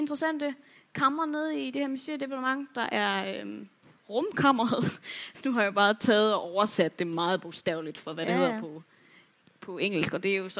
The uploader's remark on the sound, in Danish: Liveshow fra Mølleparken. Live i Mølleparken i Aarhus.